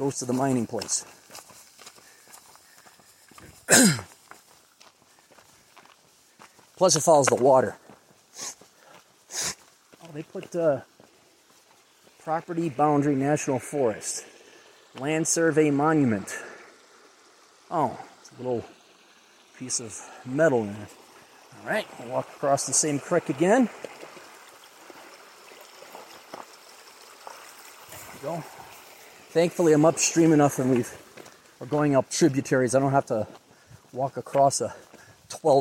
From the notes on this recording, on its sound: a short podcast while hiking